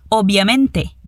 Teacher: o som do V e do B, que são iguais em espanhol